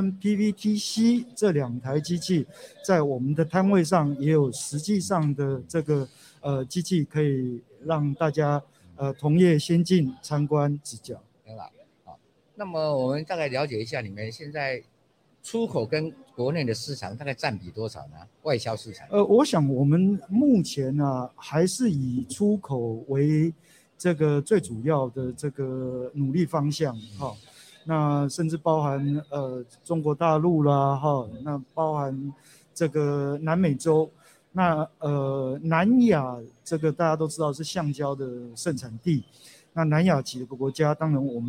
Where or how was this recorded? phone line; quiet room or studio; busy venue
busy venue